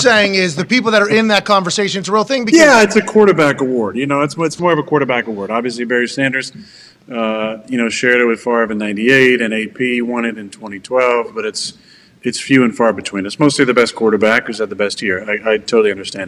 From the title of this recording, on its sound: LIVE From The ThunderDome